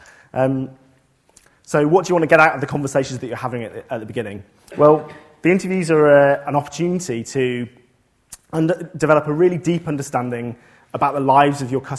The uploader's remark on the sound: This lecture took place at the Saïd Business School, University of Oxford on November 11th, 2014.